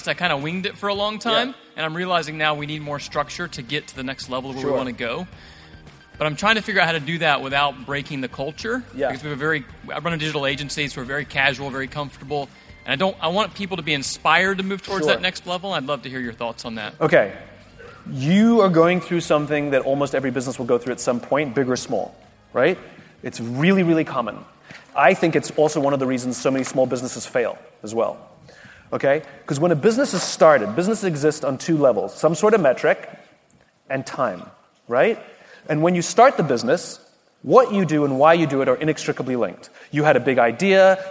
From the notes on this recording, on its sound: On today’s bonus episode from EntreLeadership Summit, we’re featuring a Q&A session. Answer queries from our attendees.